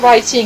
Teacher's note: on ne prononce pas le W, donc c'est comme si ça commençait par un R